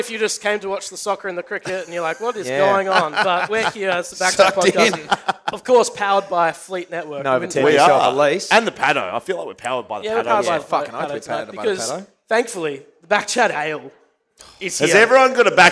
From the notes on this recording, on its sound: Live at the Paddo. The first ever live BackChat Podcast - doing all the same same, but in front of thousands and thousands.